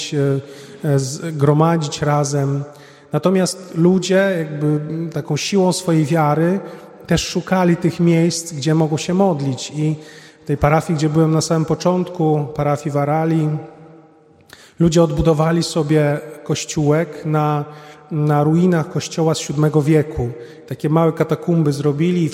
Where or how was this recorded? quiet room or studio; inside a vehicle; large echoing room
large echoing room